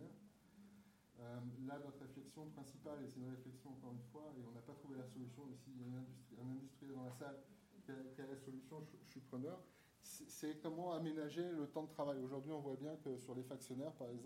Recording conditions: poor microphone